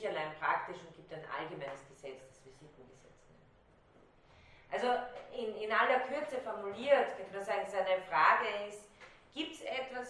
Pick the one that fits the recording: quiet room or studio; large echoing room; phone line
large echoing room